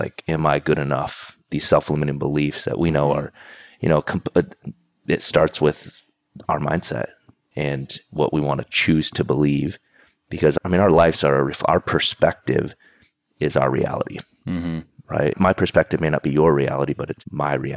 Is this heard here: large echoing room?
no